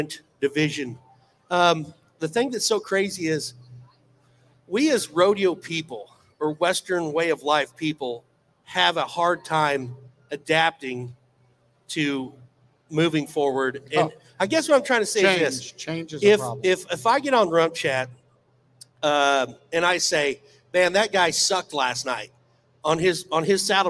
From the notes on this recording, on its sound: RümpChät Live at the 2023 NFR!